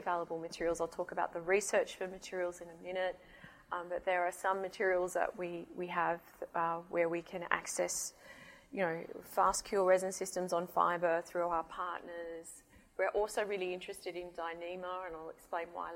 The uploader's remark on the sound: IFE Distinguished Visitor Lecture, recorded 15 February 2019 at QUT